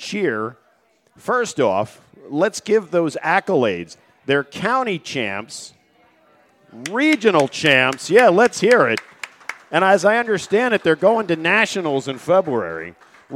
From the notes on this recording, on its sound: Live from the deck at The New Bertie's Inn